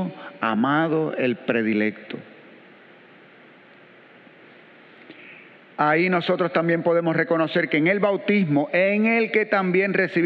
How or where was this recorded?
large echoing room